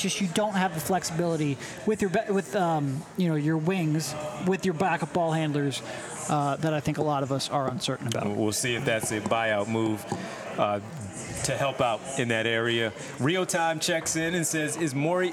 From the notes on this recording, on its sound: LIVE from The Chicken or the Egg in Marlton, NJ.